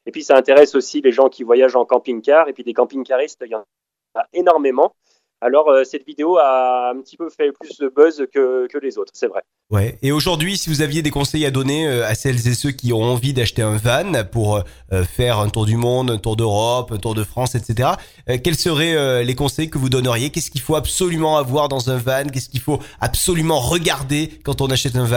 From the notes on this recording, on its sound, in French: J'ai eu la chance d'avoir par téléphone